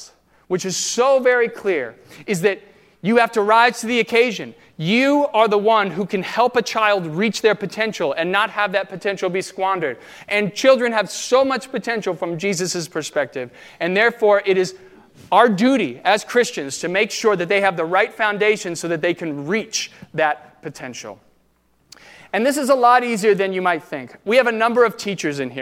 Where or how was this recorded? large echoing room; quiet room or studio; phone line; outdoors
large echoing room